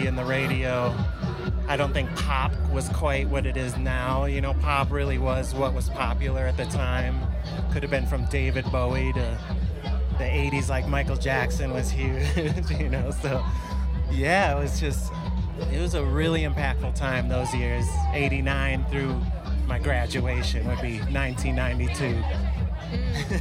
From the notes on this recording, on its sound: Live from Grandoozy Music Festival in Denver, CO. 2018. One sunny day in Denver at the largest festival the state of Colorado has ever seen.